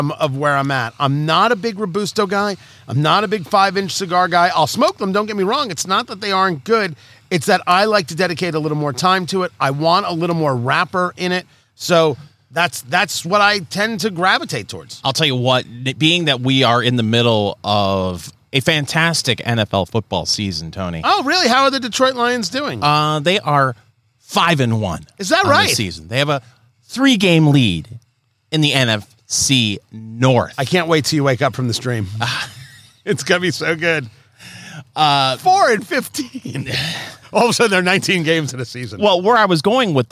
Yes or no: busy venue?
yes